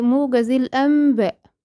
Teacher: موجز الانباء، من غير ما حد يقولك، لانها اسهل. انت لغيتي لوحدك النون وحولتيها الى ميم · يبقى اذا وقعت الباء بعد النون الساكنة سواء في كلمة او في كلمتين، على طول بقلب النون ميما وأخفي هذه الميم عند الباء وأحرص على الإتيان بالغنة · Term: القلب